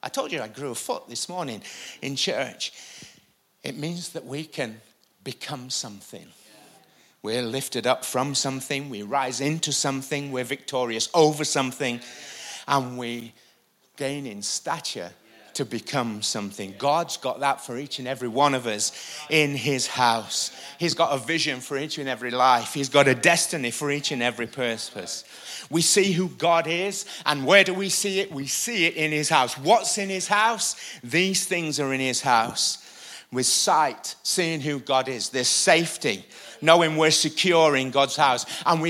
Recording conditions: large echoing room